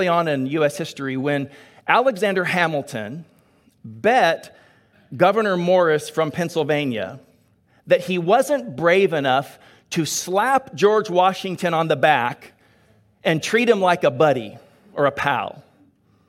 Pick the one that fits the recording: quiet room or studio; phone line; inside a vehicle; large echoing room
large echoing room